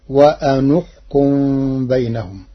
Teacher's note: قرأ ورش كلمتي وأنحكم بضم النون لضم ثالث الفعل وهي الكاف، فتصير وأنحكم بينهم.